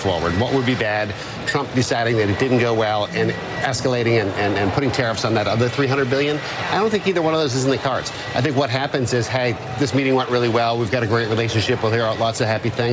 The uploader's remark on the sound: live from the New York Stock Exchange